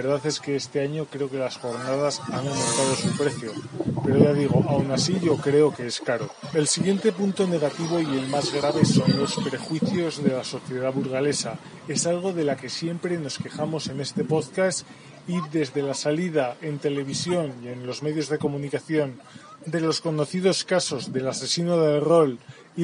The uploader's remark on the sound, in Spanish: Hoy grabo en la calle con el Xiaomi Mi A1 para probar que tal la grabación aunque he grabado una noche con aire,supongo que aún tengo que calibrar mejor el programa de grabación.